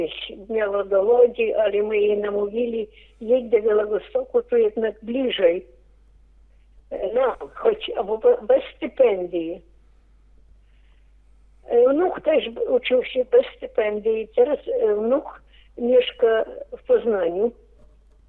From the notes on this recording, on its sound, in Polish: Rozmowa telefoniczna